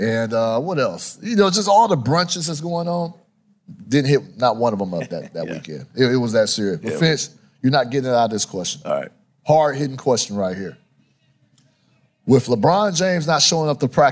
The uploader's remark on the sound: in a live podcast appearance from the NBA Crossover Conversations stage at All-Star Weekend In Indianapolis.